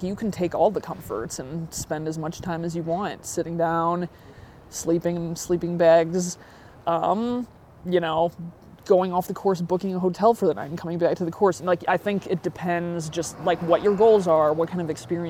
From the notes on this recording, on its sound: Met up at the Grand Canyon to record this episode. We recorded outside after we both wrapped up our runs for the day.